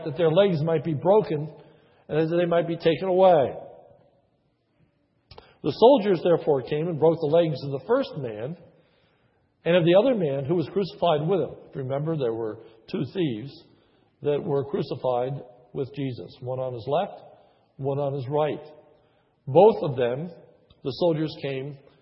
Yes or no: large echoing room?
yes